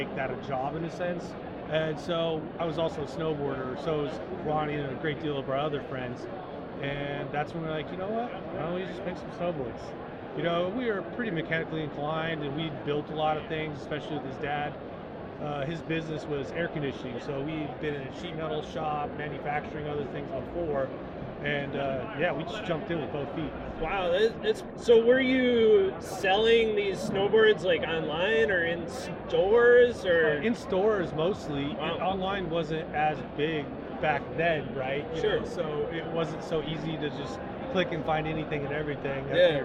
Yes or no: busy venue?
yes